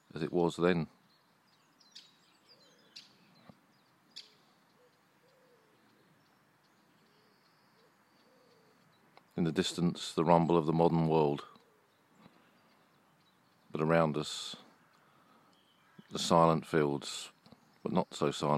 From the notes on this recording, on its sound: This weeks episode was recorded a few weeks ago whilst on the battlefields of Flanders. We visit a small cemetery in the fields near Boesinghe. Walk among the vast legion of unknown soldiers at Poelcapelle.